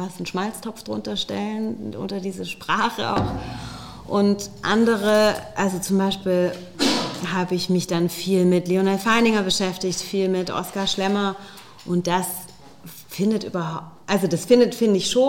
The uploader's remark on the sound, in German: Im SERIENREIF LIVE-Gespräch an der Master School Drehbuch